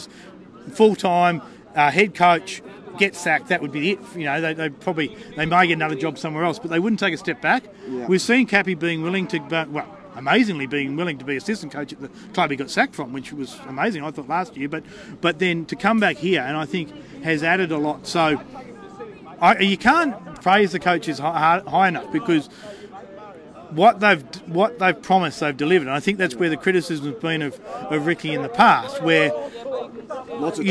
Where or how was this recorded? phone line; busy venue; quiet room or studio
busy venue